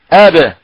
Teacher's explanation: في الباء تصادم لعضو النطق في الباء ثم تباعد · Term: القلقلة